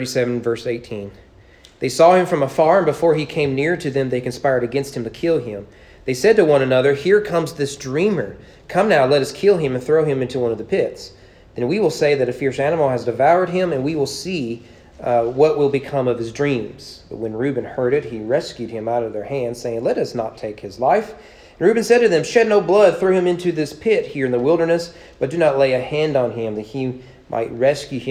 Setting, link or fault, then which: setting, large echoing room